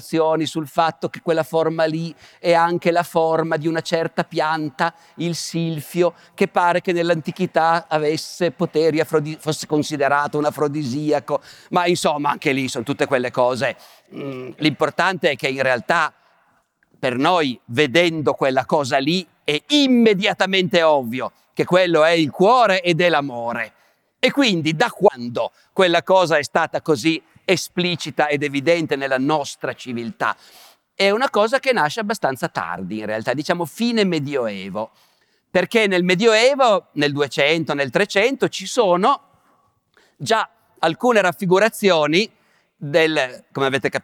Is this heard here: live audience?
yes